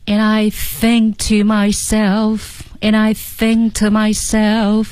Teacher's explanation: think，字母 K 失去爆破